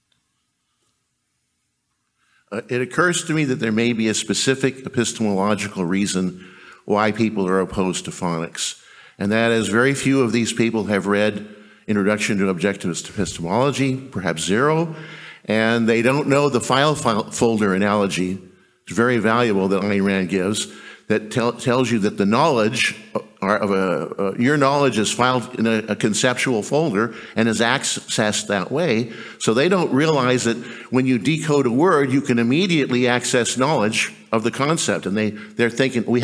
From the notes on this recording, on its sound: Recorded July 1, 2023, at OCON in Miami, Florida.